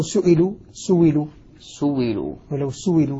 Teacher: كذلك أبدل الهمز المكسور بعد الضم واوا نحو سئلوا ولو سئلوا عند الوقف عليها سئلت كذلك نفس الشيء